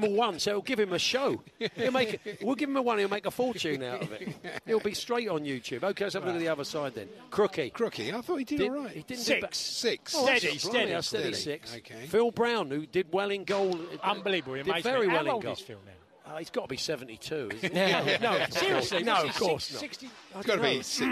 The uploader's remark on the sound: Live at the talkSPORT Trophy five aside match which ended in dramatic fashion!